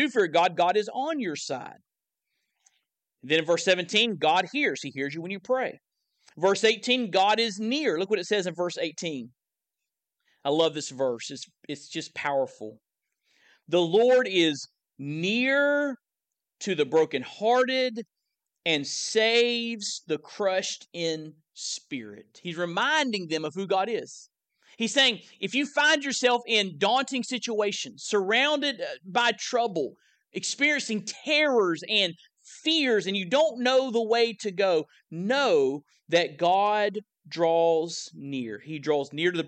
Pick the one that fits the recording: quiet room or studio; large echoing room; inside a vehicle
large echoing room